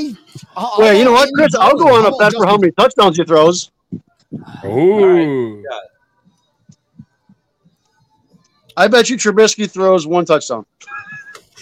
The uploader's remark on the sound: LIVE SHOW FROM LEFTY'S TAVERN.